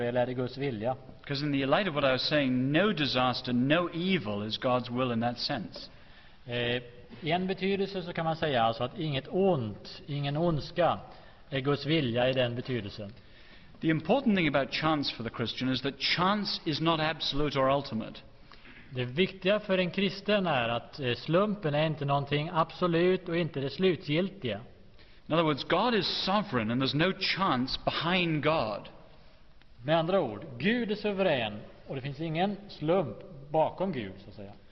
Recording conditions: large echoing room